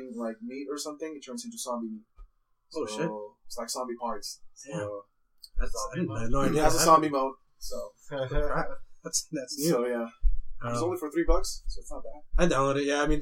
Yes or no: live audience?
no